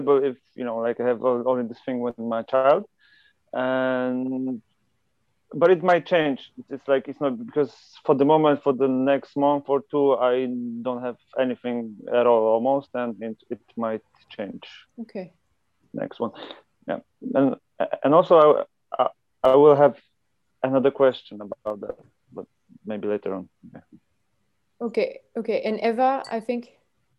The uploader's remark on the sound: This Zoom call is between a member of the Possibility Management Trainer-Trainer Training School (TTTS) and the members of one of the Regional Possibilitator Training groups.